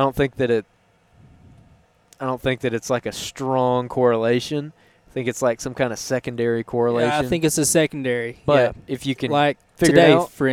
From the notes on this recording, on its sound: On the way in to an afternoon deer hunt on some Alabama public land